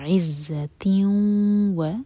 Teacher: عزتیوں، و تیمر بوتا کی تنوین کے بعد واو، تو ادغام غنہ کے ساتھ، تو میک شیور کہ ناک میں آواز جائے اور 2 سیکنڈز کا ٹائم دیں